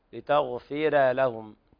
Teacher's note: رقق الراء في رواية ورش